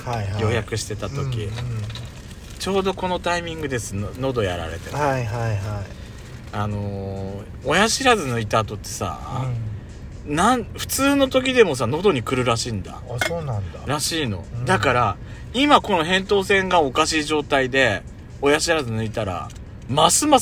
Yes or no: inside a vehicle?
yes